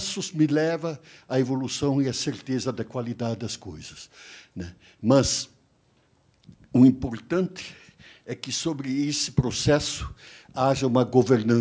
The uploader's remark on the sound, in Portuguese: Este é o áudio da Palestra Magna. No V SEMINÁRIO ABQ QUALIDADE SÉCULO XXI - A Era da Transformação, em 2018.